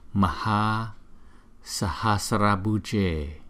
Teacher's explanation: Cái chữ Maha này chúng ta đọc là Maha, bởi vì chữ A này có dấu gạch ngang trên đầu, chúng ta sẽ đọc chậm hơn là chữ A đằng trước